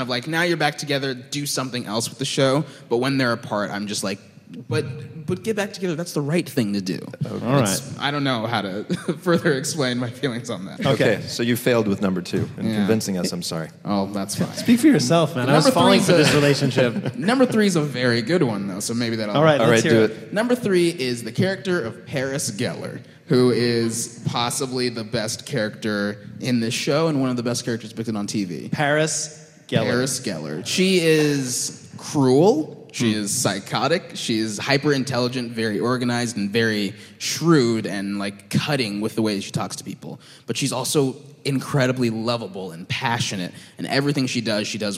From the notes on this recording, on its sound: This week, it’s a special podcast episode taped LIVE at the Now Hear This podcast festival!